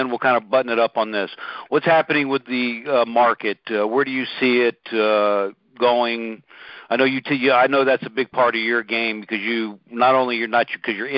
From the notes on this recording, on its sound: Recording posted: Our group call